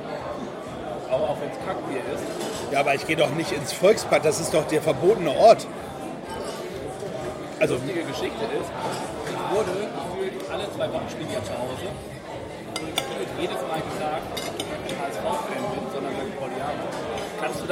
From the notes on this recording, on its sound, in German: Die Aufnahme fand live in der Astra Brauerei auf der Reeperbahn statt. Die Aufnahme fand live in der Astra Brauerei auf der Reeperbahn statt.